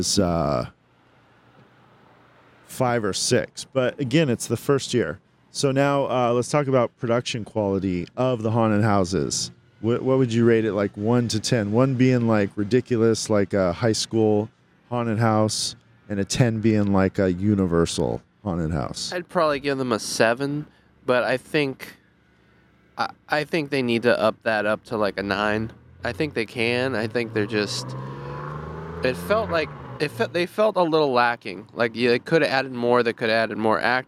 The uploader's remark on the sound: Live from Howl-O-Scream at Seaworld San Diego. Live from Howl O Scream at SeaWorld San Diego. At the very first Howl-O-Scream event at San Diego Seaworld!